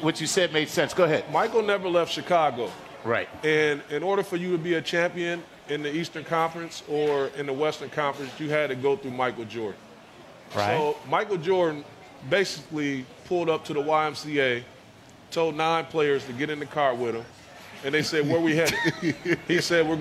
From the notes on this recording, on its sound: Our Playing with Science TuneIn party at the SXSW festival